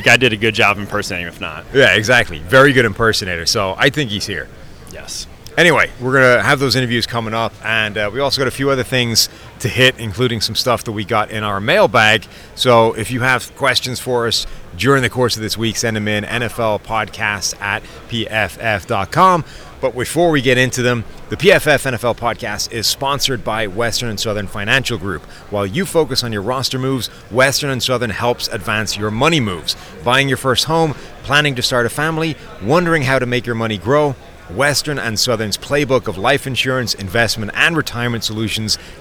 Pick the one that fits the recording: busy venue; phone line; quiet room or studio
busy venue